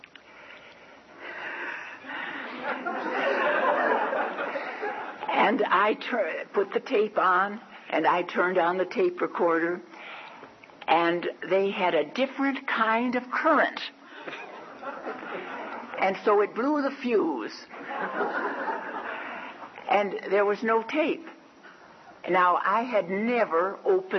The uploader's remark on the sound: The setting was the World Work Conference in Denver, Colorado. There were about a thousand people at the conference.